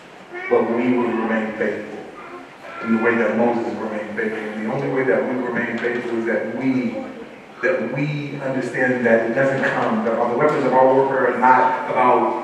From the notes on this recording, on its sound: Once Again we apologize for the poor audio quality